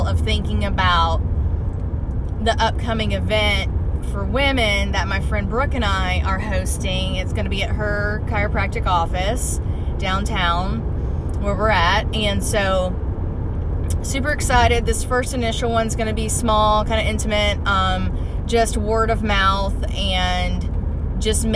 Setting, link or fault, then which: setting, inside a vehicle